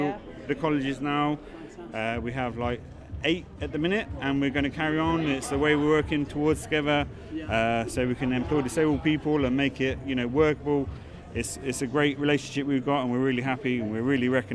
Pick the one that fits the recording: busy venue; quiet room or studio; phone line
busy venue